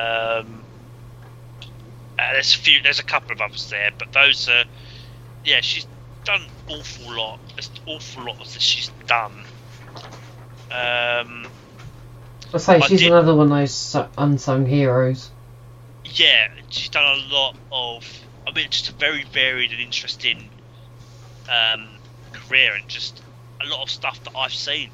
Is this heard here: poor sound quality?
yes